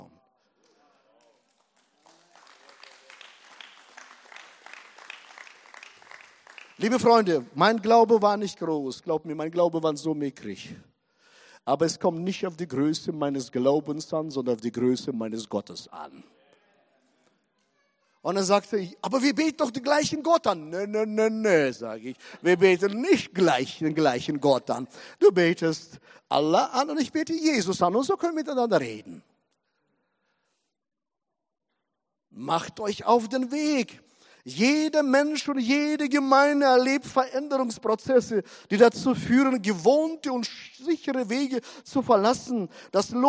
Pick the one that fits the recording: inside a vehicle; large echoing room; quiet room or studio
large echoing room